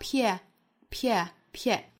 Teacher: 这属于是一个 H 音的击穿，把 here 读成了 ear,再跟前面连读是 peer, way up here.